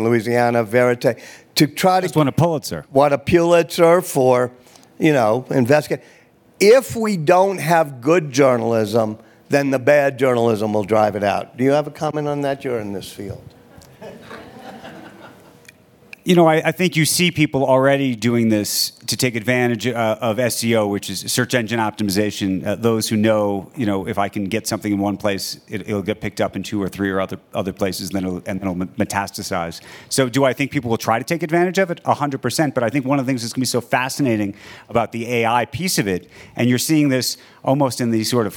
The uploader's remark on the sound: On stage at the Aspen Ideas Festival.